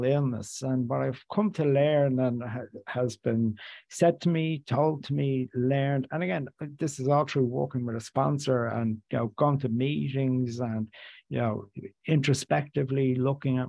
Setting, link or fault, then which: link, video call